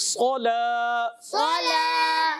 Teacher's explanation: صاد موٹا رکھنا ہے، لام باریک